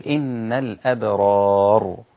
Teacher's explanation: بالسكون، الأبرار، وطبعا قبل الراء إذا كان قبلها مفتوح فيبقى الراء هنا مفخمة